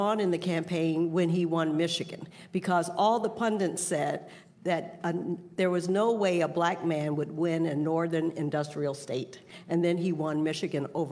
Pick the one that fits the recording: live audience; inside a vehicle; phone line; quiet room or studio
live audience